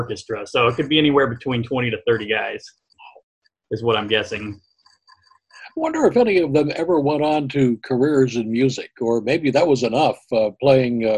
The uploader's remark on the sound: He talks about his unusual project in this CVBT Audio Interview Podcast via Zoom.